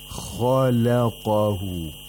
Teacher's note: we have to make sure that the lam is not affected by the تفخيم of the خاء and the قاف